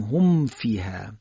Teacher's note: مثلا میگیم اولای که اصحاب النار هم فیها خالدون، هم فیها، میم ساکن به ف رسیده، باید لبها کاملا به هم بچسبه و انگام باز کردن لبها ف رو ادا کنیم. میم در حقیقت نباید اخفا بشه. · Term: اشد اظهار